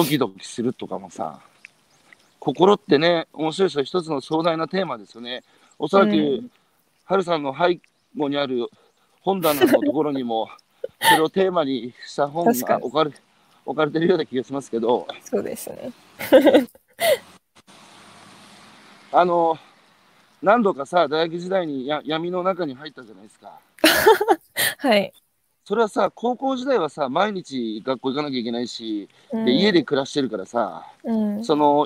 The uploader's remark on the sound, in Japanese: 歩きながら1時間、対談する。